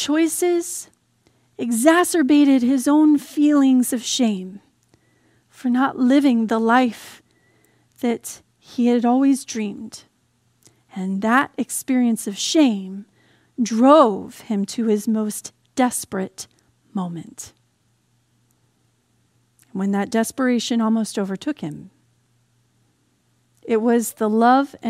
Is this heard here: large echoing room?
yes